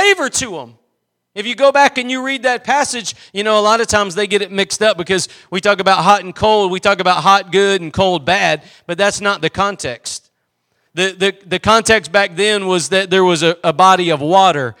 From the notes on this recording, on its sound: Preached at Gospel Lighthouse in Bossier City, La.